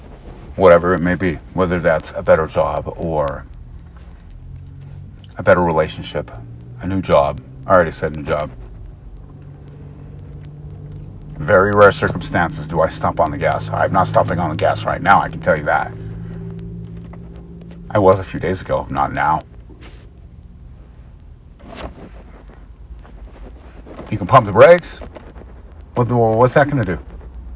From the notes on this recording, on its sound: Poor audio